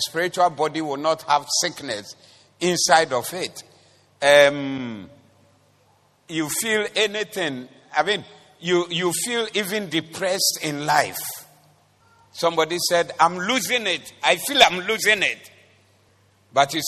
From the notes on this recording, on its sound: Preached at the Doxa Service 16042023